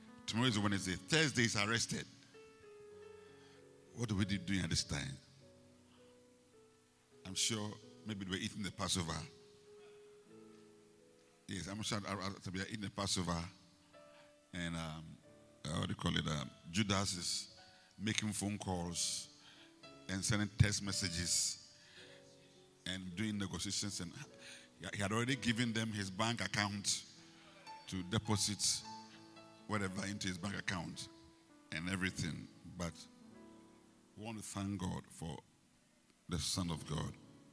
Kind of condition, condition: setting, large echoing room